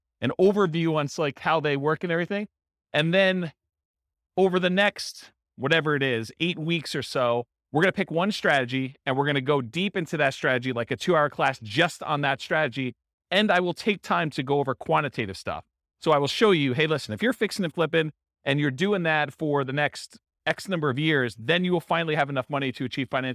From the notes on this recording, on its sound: Real estate entrepreneurs in Richardson, Texas. This was a live class recorded. Live in-person version.